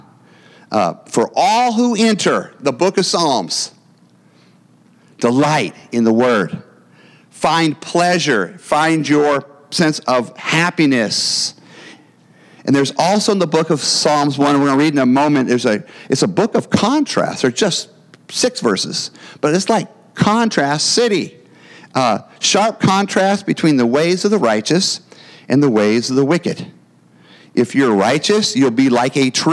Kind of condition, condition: setting, large echoing room